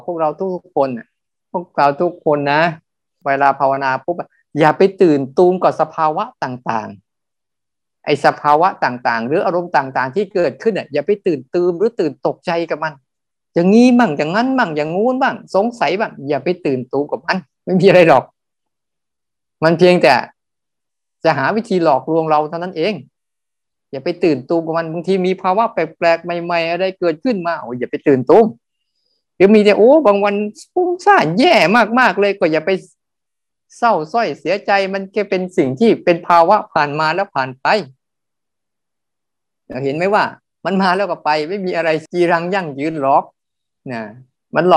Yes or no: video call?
yes